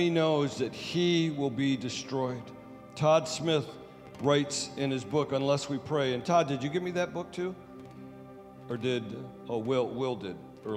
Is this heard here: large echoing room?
yes